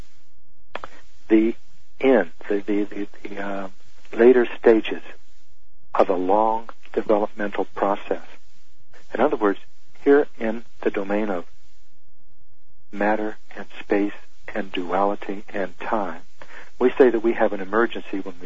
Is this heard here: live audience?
no